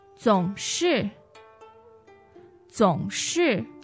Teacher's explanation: So it's third and fourth tone, always.